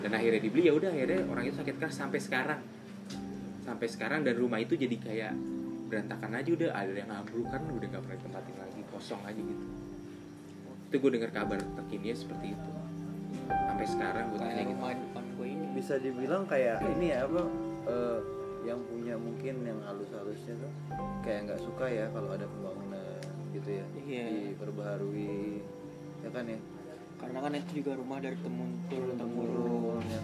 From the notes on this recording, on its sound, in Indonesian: Kita recording situasi ramai karena kami selalu terganggu ketika record tengah malam.